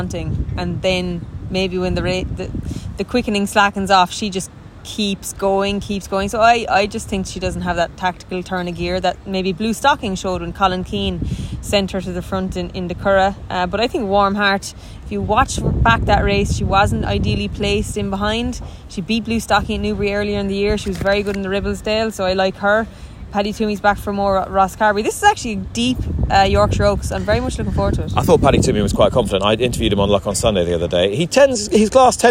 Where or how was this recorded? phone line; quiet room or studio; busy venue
busy venue